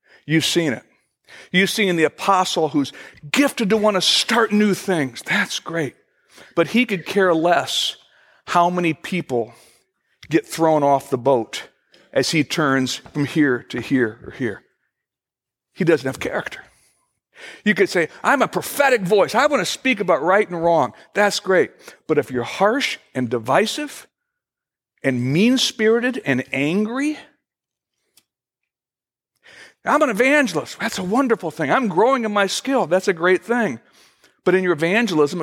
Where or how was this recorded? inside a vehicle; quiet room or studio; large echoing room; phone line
large echoing room